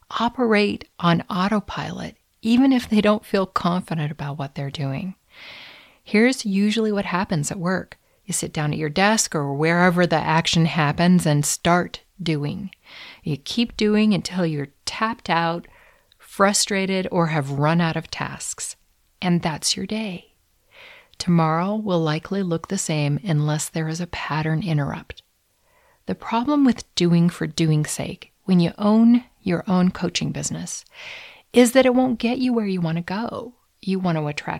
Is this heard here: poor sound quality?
no